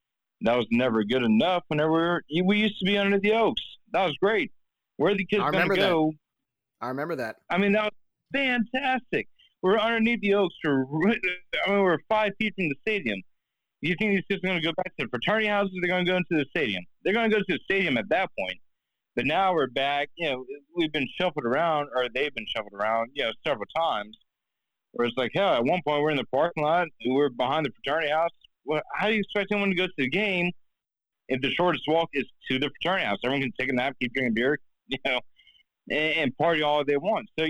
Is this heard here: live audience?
no